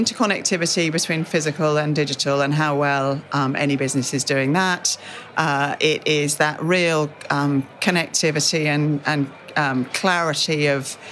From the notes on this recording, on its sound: In an exclusive interview, recorded at the World Retail Congress 2019.